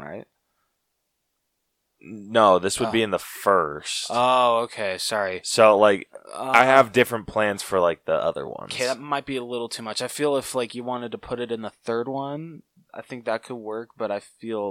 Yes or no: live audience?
no